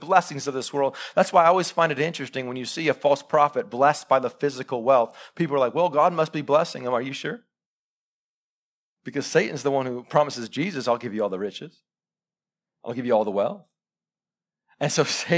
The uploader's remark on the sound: Live sermon recorded 26-September-2021 .